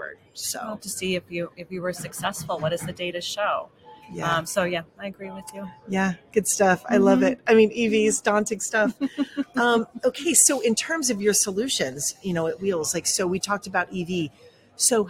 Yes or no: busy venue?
yes